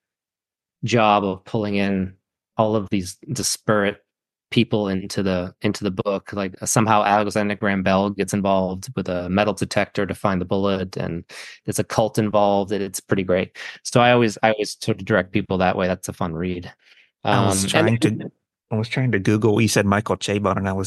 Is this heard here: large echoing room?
no